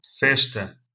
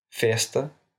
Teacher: В португальском варианте в конце слова и перед глухими согласными читается как Ш. · Shown in: first take